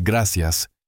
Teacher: People in Spain tend to pronounce the C and Z a bit like the English T sound, like in think. So if you hear someone say gracias, it almost sounds like gratias. · Term: the cesio